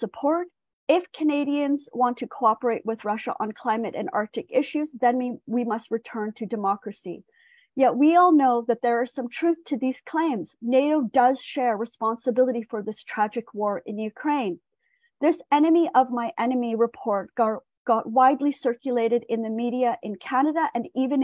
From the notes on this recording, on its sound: On this 31st annual general meeting of the Global Network against Weapons and Nuclear Power in Space, held over ZOOM.